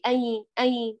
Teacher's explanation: سامعين الصوت أي أي، في غنة من الأنف، لا أنا أريدها من الفم، فسدي الأنف قولي أي أي.